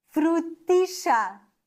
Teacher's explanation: die Argentinier machen aus einem Doppel-L ein Sch